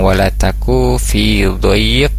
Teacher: Selanjutnya di kembali di wala taku, huruf kaf kembali di sana, wala taku di sana tidak ada tanda panjang ya, yang wala taku fi dhayq di situ tidak dipanjangkan huruf kafnya